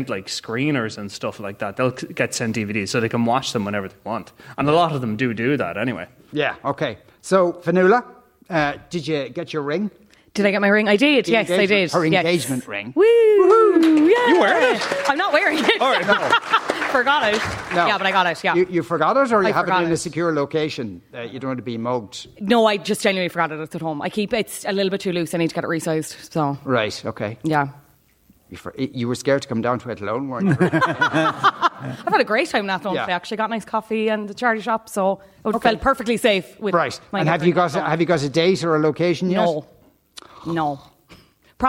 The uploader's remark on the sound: LIVE from Athlone Springs Hotel